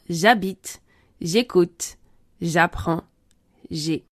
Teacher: On a déjà réglé le problème de hiatus avec je où le e disparaît lorsque je est suivi d'un verbe qui commence par une voyelle ou un h muet